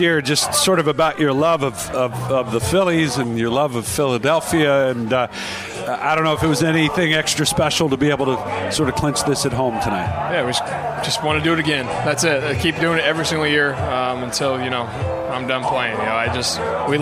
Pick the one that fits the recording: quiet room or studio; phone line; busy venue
busy venue